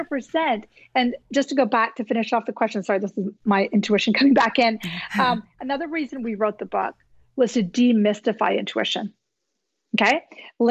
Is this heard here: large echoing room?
no